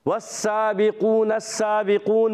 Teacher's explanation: زبان کی نوک اور دونوں دانتوں کے اندرونی کنارے سے · Term: سین